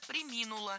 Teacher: Ударение в этом глаголе падает на второй слог. Причем всегда, во всех формах. Преминуть, преминул, преминул, преминула.